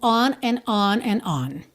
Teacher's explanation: no caso do and, ali eu já te expliquei que você não vai ouvir essa letra D